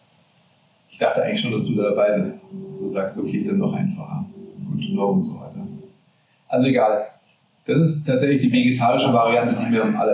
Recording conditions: poor sound quality